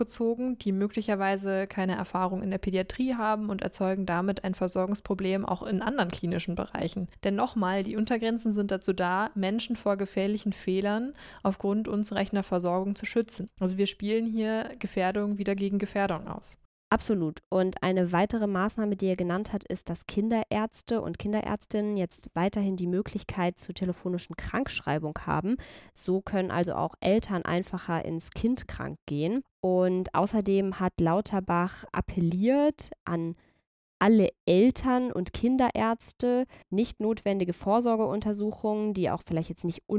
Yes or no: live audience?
no